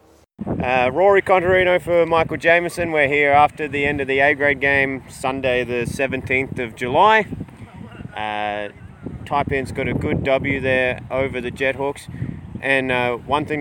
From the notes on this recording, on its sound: Please note there is some unpleasant wind noise during the post-game.